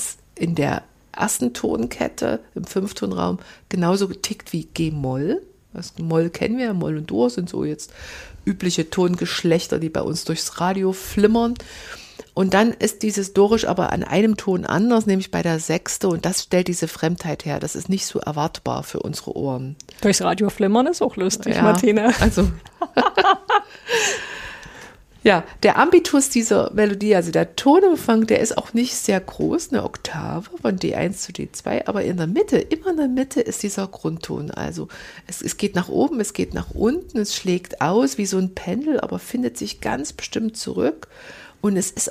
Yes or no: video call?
no